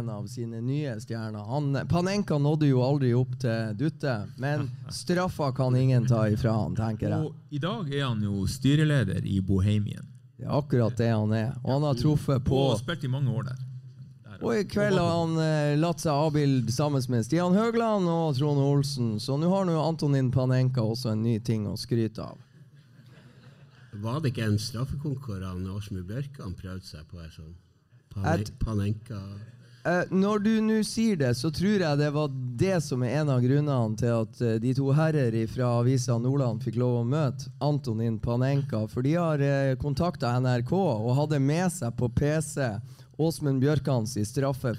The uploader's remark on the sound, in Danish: Live fra Sportsbaren